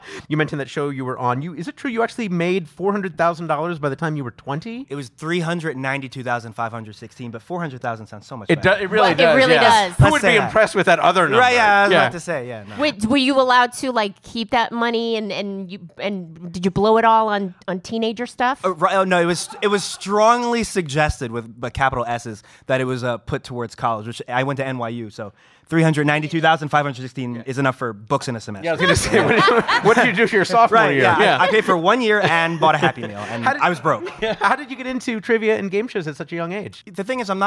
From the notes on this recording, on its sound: What happens in Vegas will be recorded for a podcast – again! Live from the Game Show Boot Camp in Las Vegas, Nevada.